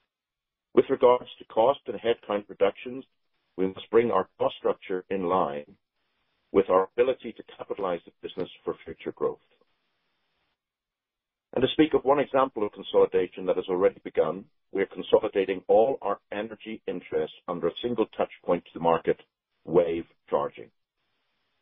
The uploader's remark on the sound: Ideanomics, Inc., Q4 2022 Earnings Call, Mar 30, 2023